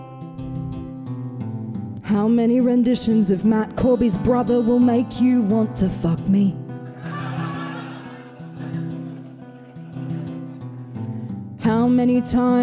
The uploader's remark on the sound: For the final episode from the first week of Chaser Report LIVE at the Pub.